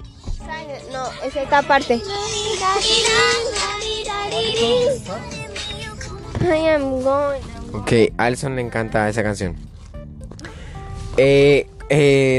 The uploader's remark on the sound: Mi familia y yo acompañados de la mejor amiga de mi hermana vamos al zoo y en camino a casa en el auto grabamos este cool y gracioso podcast.